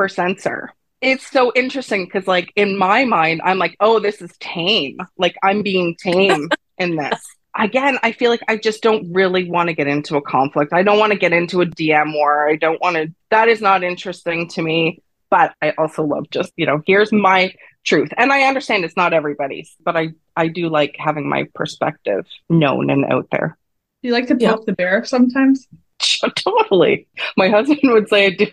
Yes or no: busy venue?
no